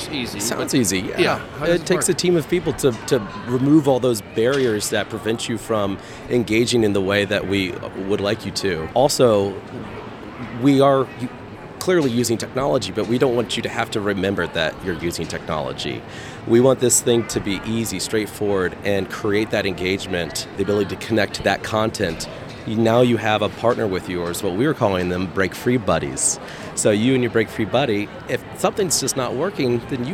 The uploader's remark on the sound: Live from #IMEXAmerica